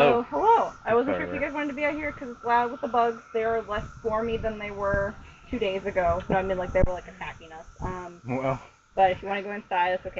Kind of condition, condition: fault, sounds in the background